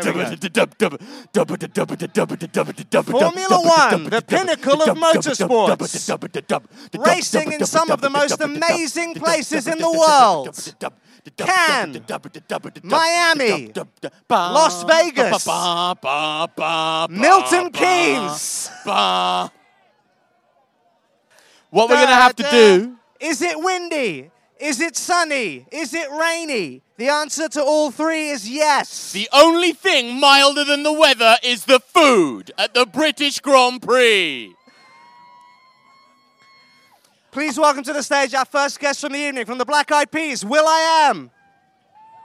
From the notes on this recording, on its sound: Live From The Silverstone Grand Prix. Record live from the track in front of an audience.